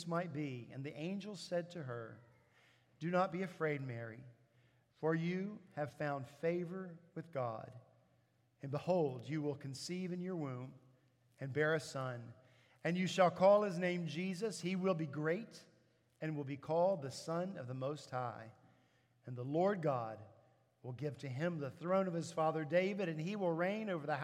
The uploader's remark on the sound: At Redeemer Presbyterian Church in Charleston, SC